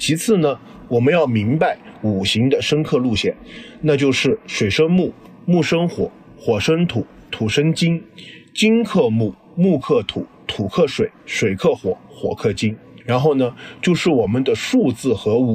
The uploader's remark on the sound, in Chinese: 因为时间很仓促，是在外面大马路上迎着车来车往录制的，所以底噪特别大，请各位小伙伴们谅解，音质虽然差强人意。